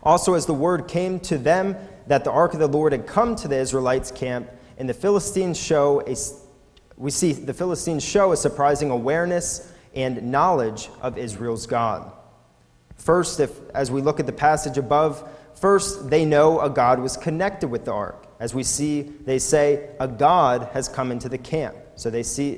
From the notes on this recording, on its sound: recorded at the Lebanon Bible Fellowship Church in Lebanon, PA on 6/17/2018 during the evening service